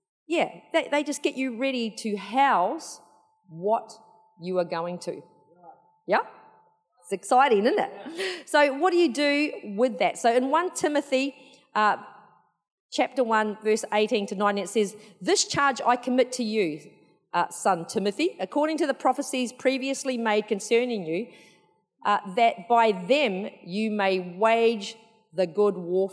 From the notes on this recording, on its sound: Recorded in the 9am service on Sunday, 2nd October 2022